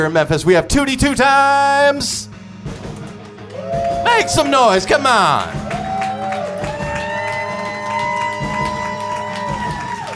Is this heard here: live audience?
yes